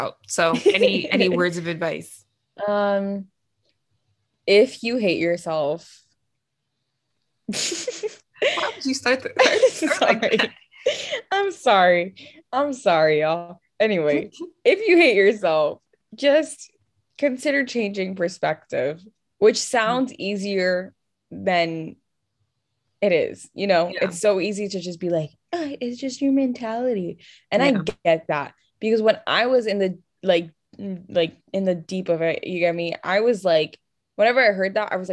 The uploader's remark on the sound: This was a virtual call between. Please excuse the quality of the audio!